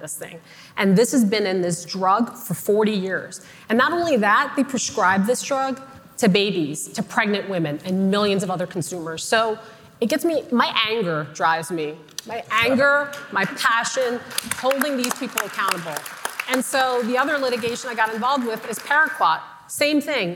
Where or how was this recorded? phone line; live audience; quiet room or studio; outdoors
live audience